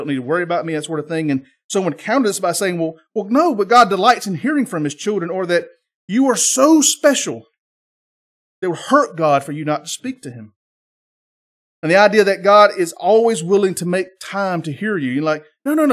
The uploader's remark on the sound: This is the sermon from our Sunday morning Worship Service on 8-6-23.